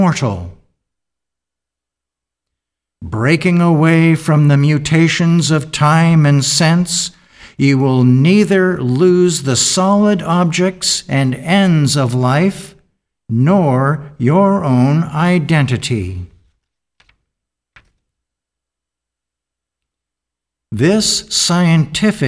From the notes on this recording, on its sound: The Sunday service audio.